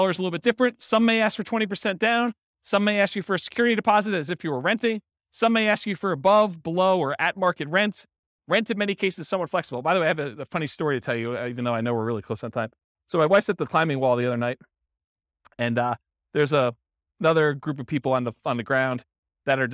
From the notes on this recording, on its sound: Real estate entrepreneurs in Alexandria, Virginia. This was a live class recorded to give investors a solid qualitative overview of all the different real estate investing strategies.